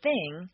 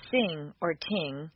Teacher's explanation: The unvoiced TH is like an S between the teeth. · Shown in: first take · Most people tend to replace the unvoiced TH with S or T, and the voiced one with Z or D.